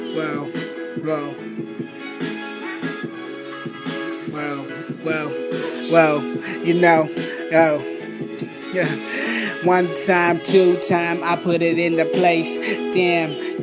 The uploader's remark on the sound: Raw Vocals. Recorded from a smart phone, I think it was my old iPhone or iPod back in 2010.